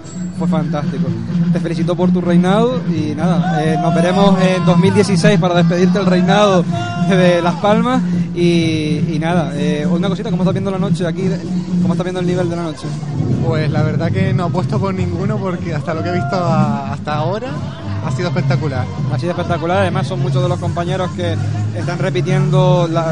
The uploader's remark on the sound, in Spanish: Entrevista realizada durante la pasada edicion del Gran Canaria Pride 2015 donde OFC Radio retransmitio en directo la gala y entrevistamos a diferentes Drags y a Cantantes que acudieron al evento.